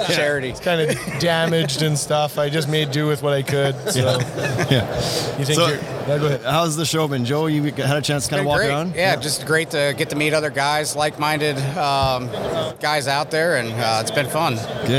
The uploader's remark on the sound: Live From Deck Expo 2019. Live from the Deckorators booth in Louisville, Kentucky at Deck Expo 2019.